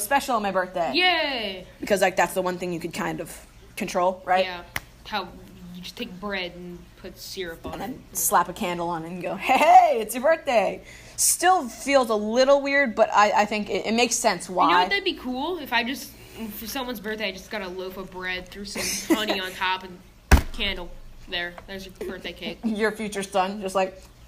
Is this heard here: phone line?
no